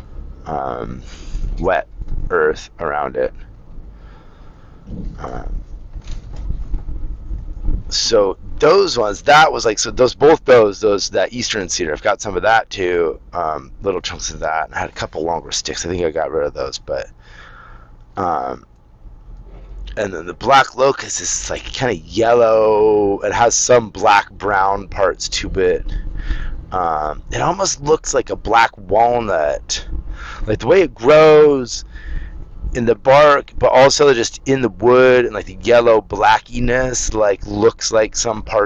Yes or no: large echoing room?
no